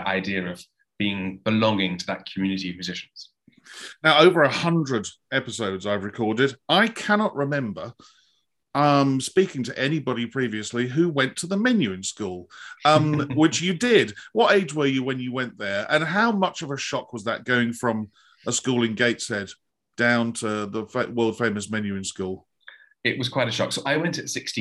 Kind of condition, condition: link, video call